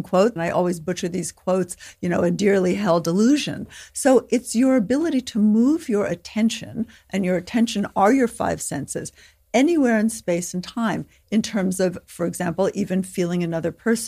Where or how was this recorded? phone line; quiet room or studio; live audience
quiet room or studio